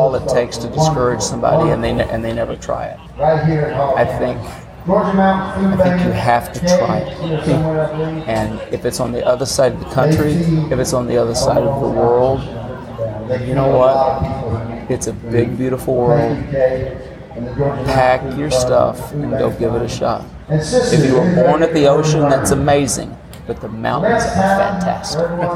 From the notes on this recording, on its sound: At the 18th annual John Jarrard Foundation concert at the Brenau University Front Lawn in Gainesville, Georgia. There's a lot of background noise, but you can understand the conversation.